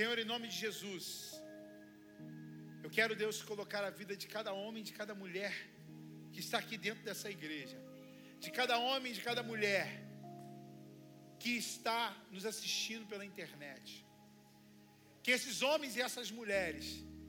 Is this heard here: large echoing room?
yes